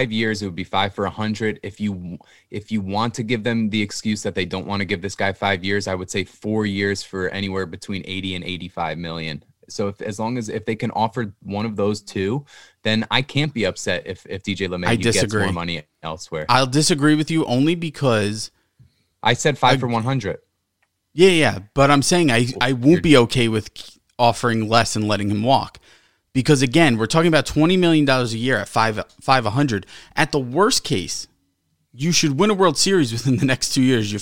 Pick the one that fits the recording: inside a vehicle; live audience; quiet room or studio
quiet room or studio